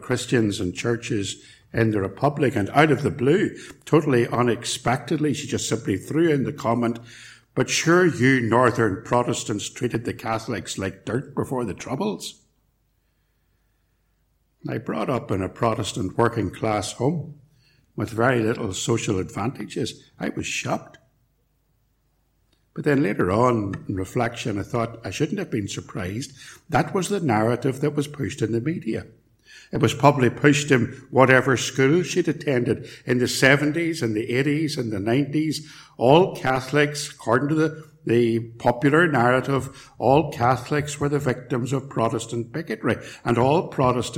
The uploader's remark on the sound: Recorded at Templepatrick Reformed Church